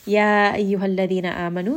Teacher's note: Here we start with the word ya, which is going to be a 4-count med. · Term: med jaiz munfasil